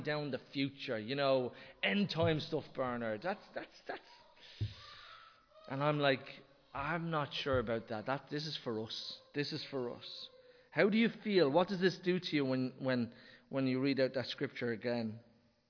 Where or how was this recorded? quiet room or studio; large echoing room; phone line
large echoing room